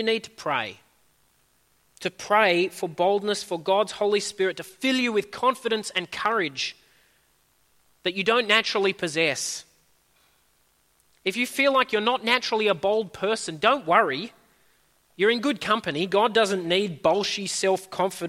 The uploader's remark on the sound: At a Church in the Graveyard service